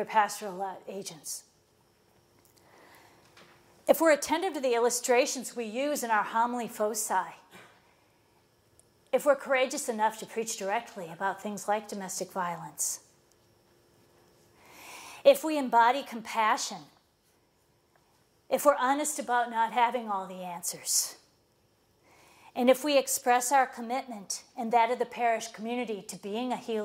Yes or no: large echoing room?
yes